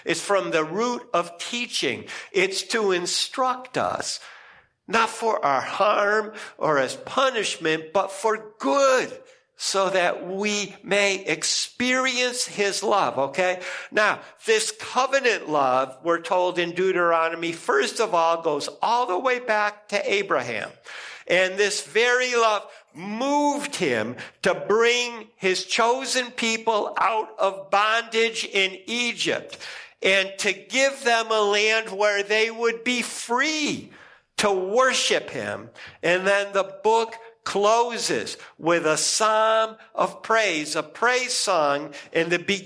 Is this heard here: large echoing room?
yes